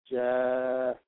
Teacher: So notice when we put the Aleph next to the letter Ja or Jin with Fatha, gives us the sound Ja. The Aleph is not being used to give us the sound A as in Aleph, but it's being used to just elongate the Fatha sound. · Term: long factor sound